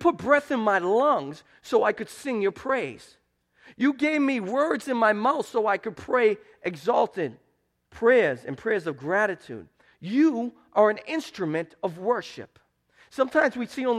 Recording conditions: large echoing room